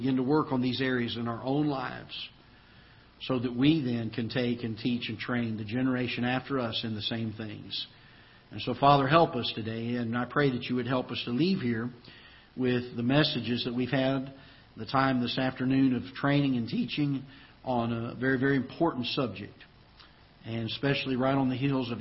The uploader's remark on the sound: Ketha Heights Baptist Church ~ Live Broadcast